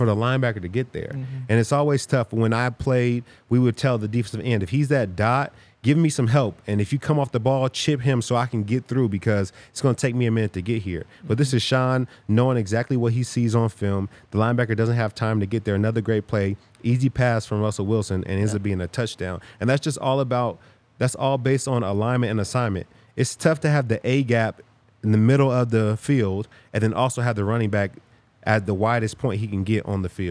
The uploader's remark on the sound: coming to you LIVE from the DNVR Bar